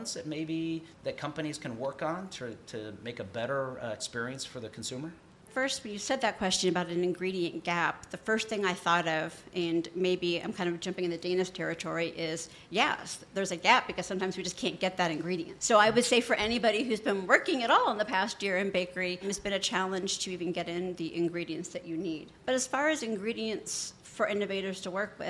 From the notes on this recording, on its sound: LIVE FROM CHICAGO. There’s nothing like a studio audience of more than 60 people, especially during the American Society of Baking’s annual BakingTECH conference in Chicago. From deep inside The Hilton Chicago.